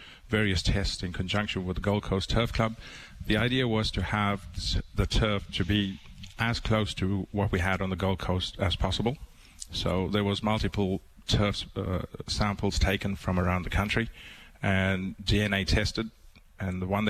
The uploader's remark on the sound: broadcasting live from the Gold Coast Turf Club